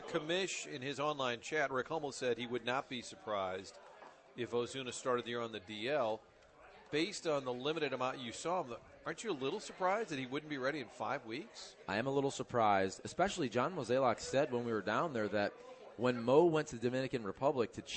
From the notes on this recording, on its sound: broadcasting live from 1860 in Soulard